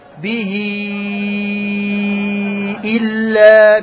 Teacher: الآن الهاء مكسورة والباء مكسورة والهمزة مكسورة، به إلا، توصل بياء لفظية، بياء لفظية فوقها مطة لأن بعد الهاء همز · Term: الصلة الكبرى